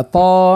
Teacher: معاش قولوا سورة طه لأنه طه فعل طه يطهو يعني قاعد طيب نقول نحن بالتونسي لكن الاسم هو طه يعني الطان مدوها حركتين والهان مدوها حركتين